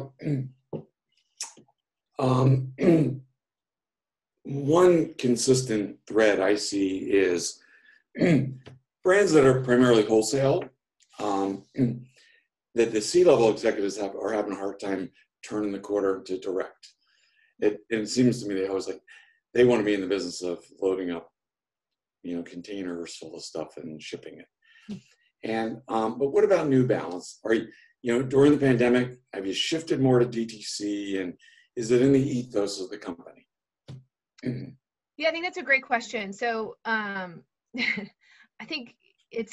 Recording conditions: video call